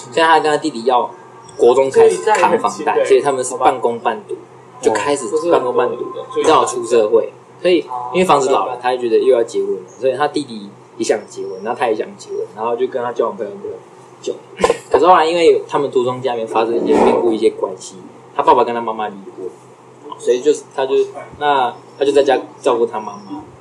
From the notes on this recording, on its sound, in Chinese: 隨意聊到要錄podcast，然後又不小心按到apple watch的錄音，結果不小心就上傳了。